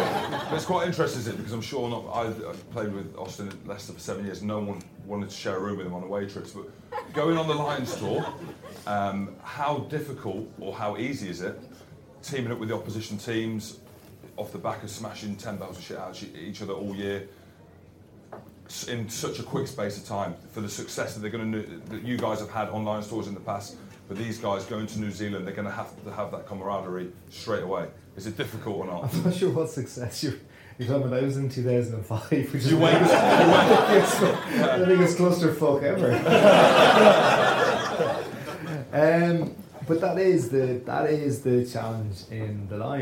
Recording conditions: live audience